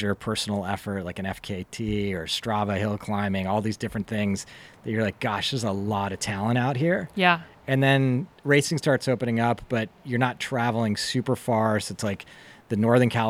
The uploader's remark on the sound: This week we sit down face to face. This conversation happened to be recorded in my backyard. Please enjoy the ambience that nature can provide.